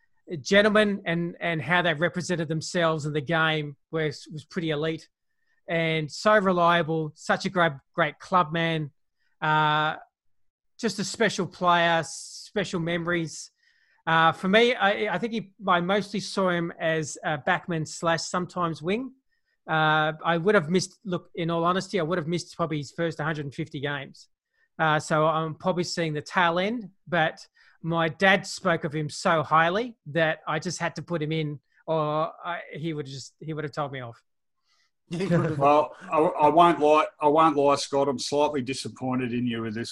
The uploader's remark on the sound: We do our first video zoom podcast. Hear is the audio recording of the crew.